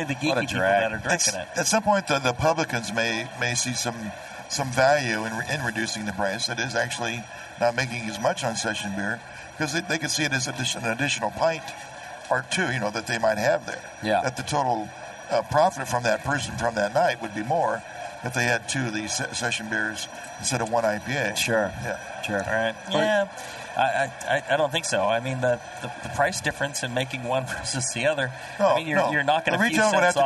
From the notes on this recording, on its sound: Broadcast live from the National Homebrewers Conference in San Diego. In this on-location episode of Brewing With Style.